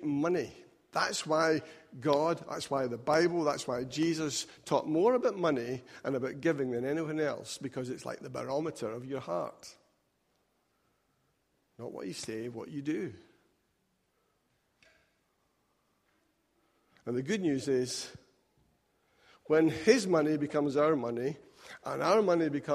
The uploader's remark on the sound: Recorded at freedomcentre church, Preston on Sunday 7th October 2018